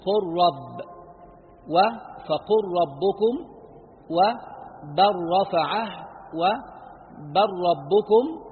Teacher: ذكر اللام وهو حرف مجهور فإن التقى بالراء وهو ساكن قلب راء وأدغم في الراء إدغاما مشبعا من غير تكرير لشدة تقاربهما وذلك نحو قل رب وفقل ربكم وبر رفعه و بر ربكم.